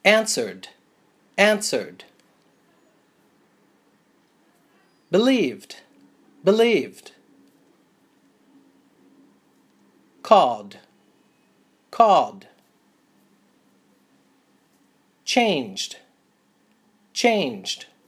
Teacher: verbs that end in voice sounds. That means your vocal cords do vibrate, and the ED is pronounced D. Answered, answered.